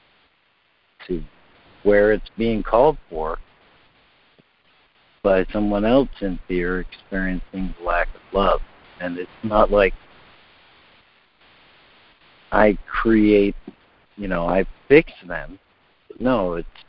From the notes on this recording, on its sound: ACIM Daily Conference Call